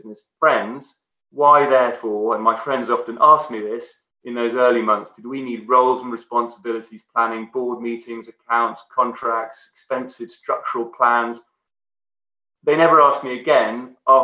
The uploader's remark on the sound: This podcast is a recording of a Beyond Radley event - virtual talks by experts from the Radley community.